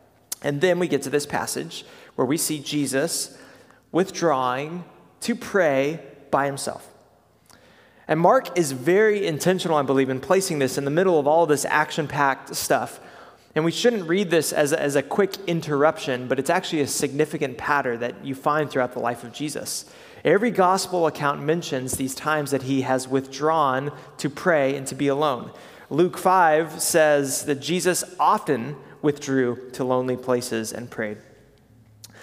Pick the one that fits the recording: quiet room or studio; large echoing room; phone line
large echoing room